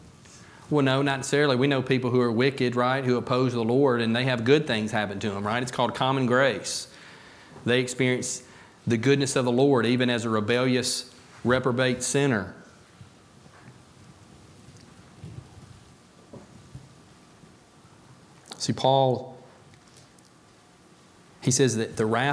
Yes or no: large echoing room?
yes